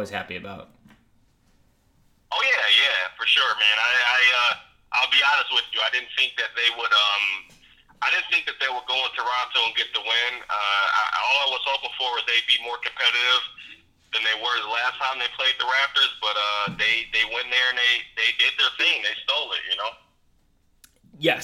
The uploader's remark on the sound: gets on the phone